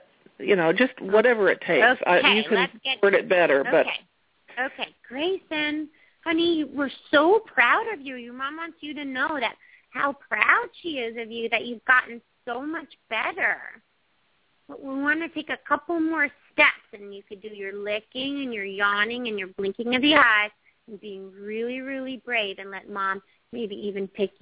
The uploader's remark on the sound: open up the lines for listeners to call